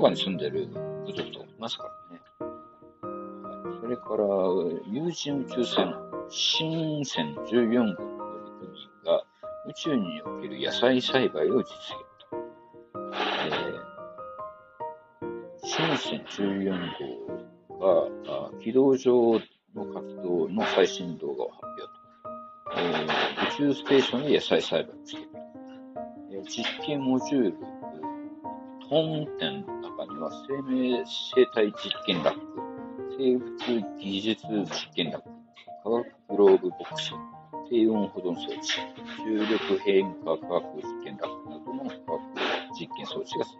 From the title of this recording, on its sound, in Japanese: 今回は録音に失敗したため、非常に音質が悪いのでイヤホンかヘッドホンで聴いてください。